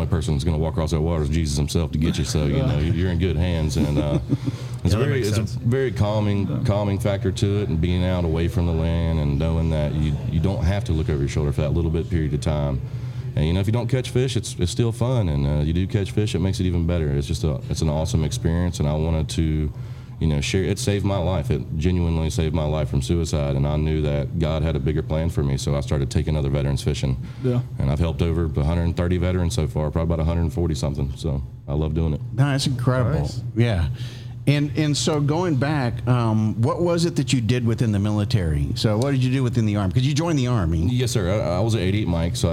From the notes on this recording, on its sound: Taped at Line Creek Brewing Co., Fayetteville, GA